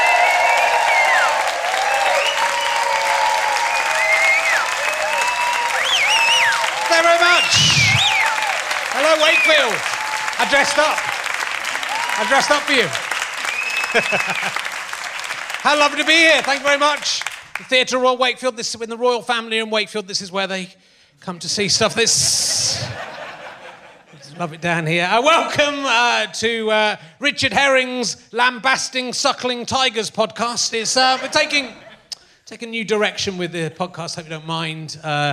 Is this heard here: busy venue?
yes